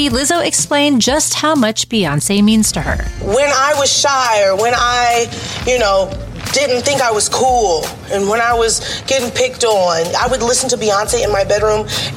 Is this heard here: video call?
no